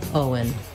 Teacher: So it just happens naturally as I move from O to un, Owen, that the W comes in.